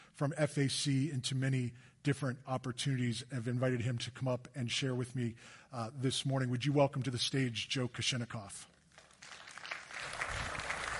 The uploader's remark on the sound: Recorded live on Sunday, August 21, 2023